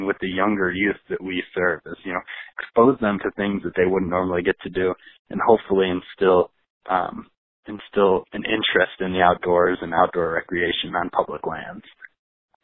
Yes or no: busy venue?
no